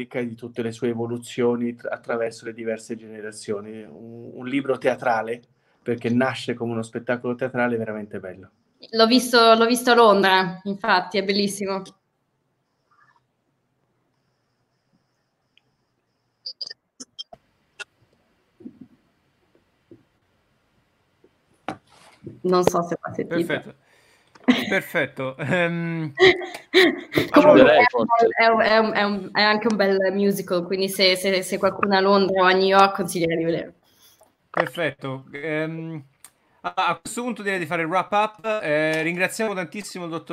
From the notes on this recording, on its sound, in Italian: Ci scusiamo per la qualita' audio di questa live, come potrete constatare abbiamo avuto dei problemi di connessione che sfortunatamente non ci hanno e vi hanno permesso di fruire di questo episodio a pieno.